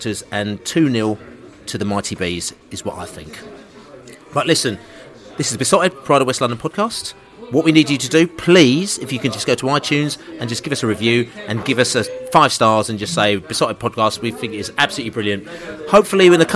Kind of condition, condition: setting, busy venue